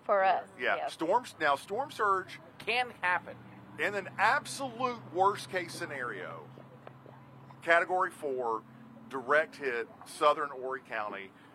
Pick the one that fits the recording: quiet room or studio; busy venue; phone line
busy venue